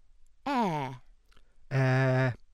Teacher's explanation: Next we take the open mid vowels, also termed half-open or mid-low. Open mid front, unrounded, cardinal 3